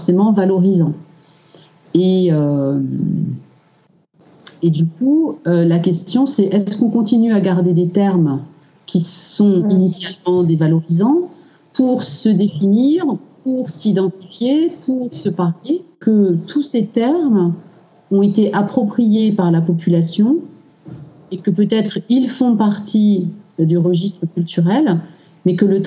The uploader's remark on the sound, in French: Nous avons enregistré durant trois heures, via Skype